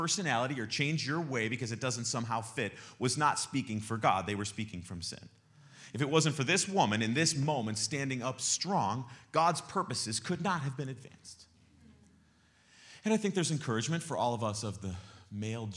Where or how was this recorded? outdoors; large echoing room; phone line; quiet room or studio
large echoing room